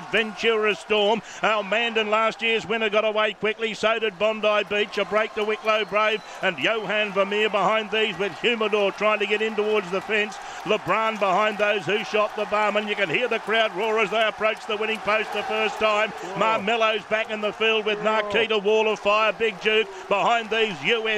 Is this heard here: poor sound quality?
no